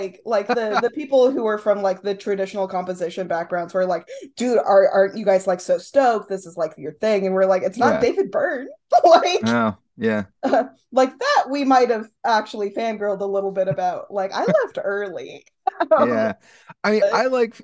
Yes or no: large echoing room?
no